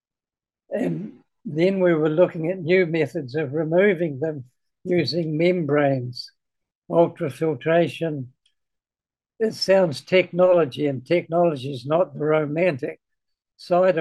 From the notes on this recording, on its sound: This interview was conducted